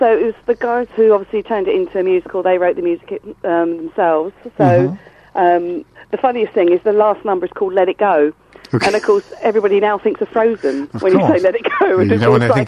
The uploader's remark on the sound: joined on the phone